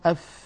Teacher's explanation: يتدفق معها الهواء فهي حرف مهموس لأنها من حروف سكت فحثه شخص وهي حرف رخو يعني صوتها